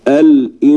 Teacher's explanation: أسيب لساني في النص كده وطلع صوت من مناخيري. الصوت اللي من مناخيري ده اسمه الغنة.